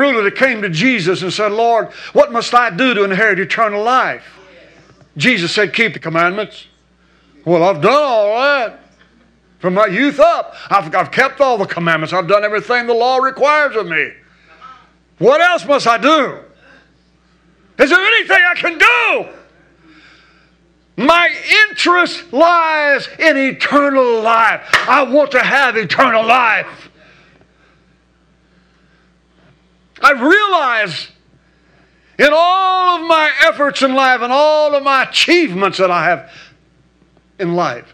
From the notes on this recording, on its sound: recorded at Household of Faith Church, Benton, Arkansas.